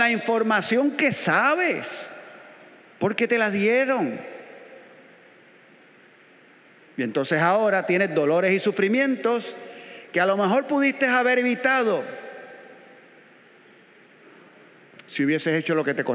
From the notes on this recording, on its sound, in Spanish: Grabada en la celebración eucarística dominical en nuestro Santuario a las 6:30 A.M.